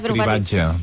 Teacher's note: L'ES a dir diu que es pot pronunciar, que és admissible ometre la segona R. Diu, és habitual i admissible ometre la segona R.